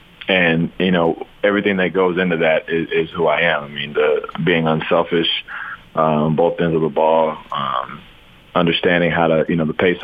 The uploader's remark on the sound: called in to 'The Big Show'